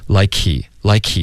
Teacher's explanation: 这个 k 的这个送气的声音就已经代表这个 H 的音了，对，就更不可能会专门发一个 H 音。